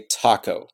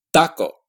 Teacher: In Spanish, Spanish doesn't have aspiration, but it also has a dental place of articulation. · Shown in: second take · So it's not pronounced taco, it's pronounced taco.